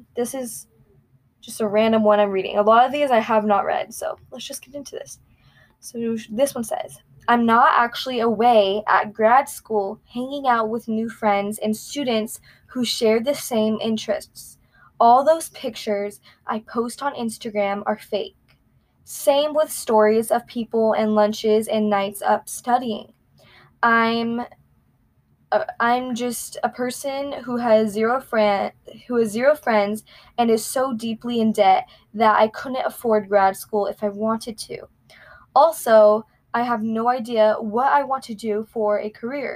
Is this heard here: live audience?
no